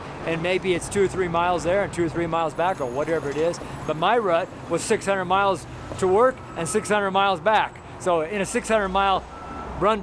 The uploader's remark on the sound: FRIDAY STREET SERMON